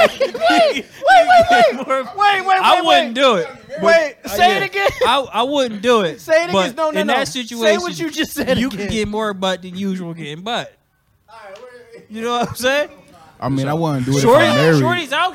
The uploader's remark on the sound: Live at Trend Up! Goes LIVE at the Trend Up Store on 95 Allen Street in Buffalo, NY!